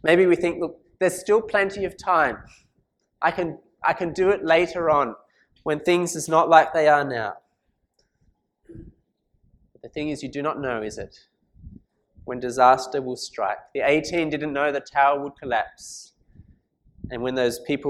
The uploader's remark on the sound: This sermon was preached at St Mary's Cathedral, KL on 12th November 2017.